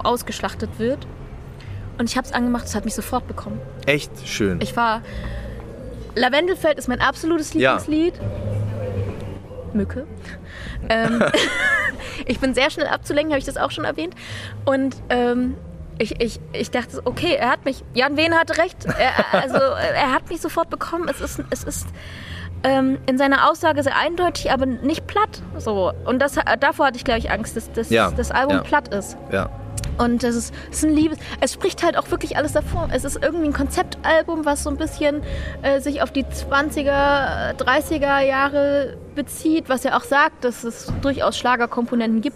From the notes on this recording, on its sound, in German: auf dem Hanse Song Festival interviewt.